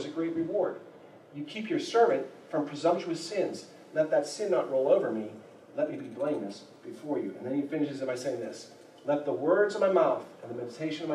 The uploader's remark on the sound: There was a problem with the audio of this sermon. We boosted the quality as best we could. We apologize for the poor audio quality.